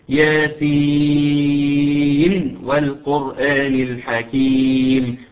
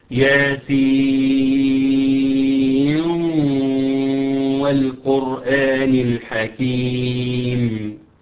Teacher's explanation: ادغم شعبه النون في الواو · Shown in: second take